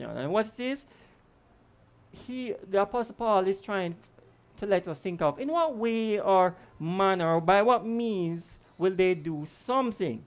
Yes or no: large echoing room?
yes